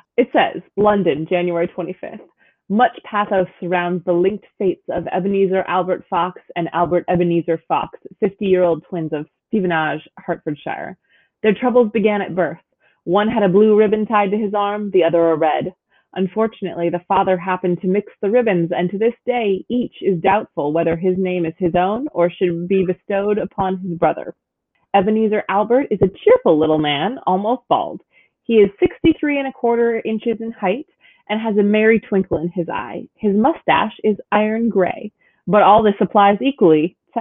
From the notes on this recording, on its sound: Apologies for the varying audio quality - we're still practicing!